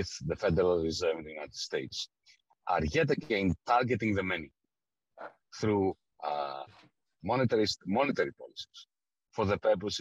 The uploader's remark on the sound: An online event as part of Arise 2022 - A Festival of Left Ideas.